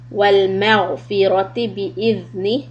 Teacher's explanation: Tip of the tongue comes out for letter ذَال